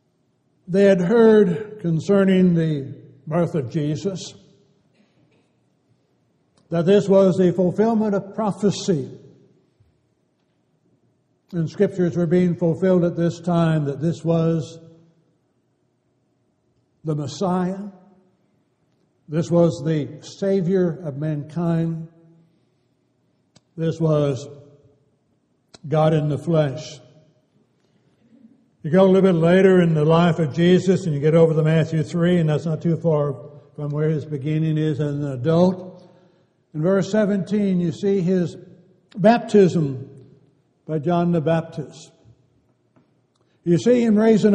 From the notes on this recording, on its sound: Downtown Church Of Christ Audio Sermon